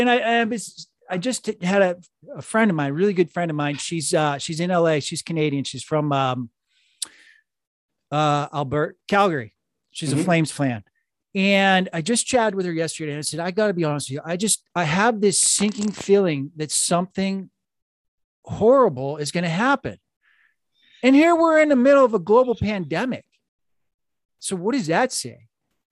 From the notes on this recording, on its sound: This week's Zoom meeting is with a fairly savvy investor who has built up a nice portfolio.